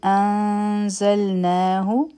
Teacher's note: کما ان انزلناه د نون ساکن نه پس زا راغله نو دلته کې به مونږ اخفا کوو. دوه سیکنډه ټایم به ورکو او د زا دپاره به خپله ژبه تیاره کړو او نه حرفی مد دی دا به دوه حرکه راکاږو.